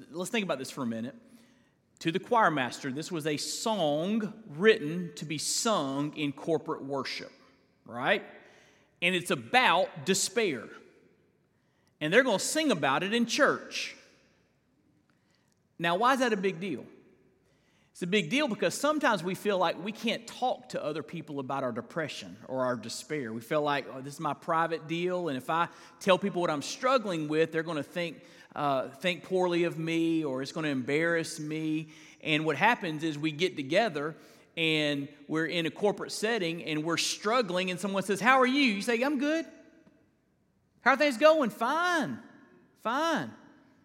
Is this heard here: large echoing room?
yes